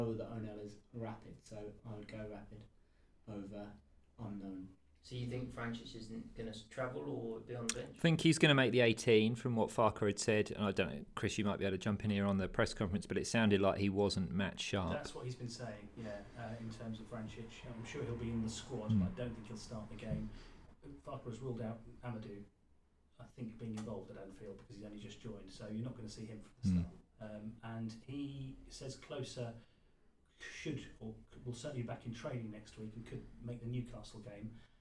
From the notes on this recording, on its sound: Sound difficulties aside.